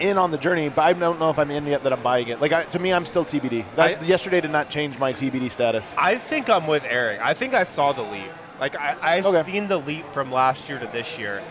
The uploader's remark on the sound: LIVE in Vegas at Circa Resort and Casino